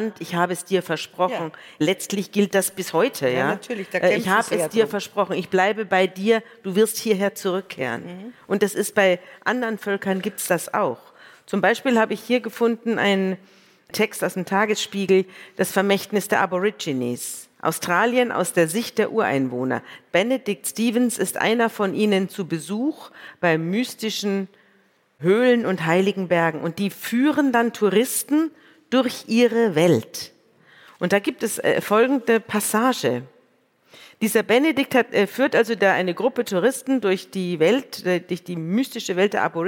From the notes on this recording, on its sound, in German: vor dem Publikum unseres Podcast-Festivals